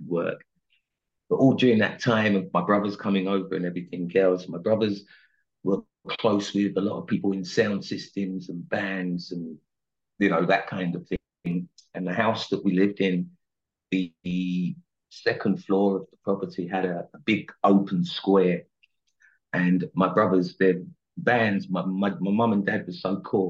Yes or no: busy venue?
no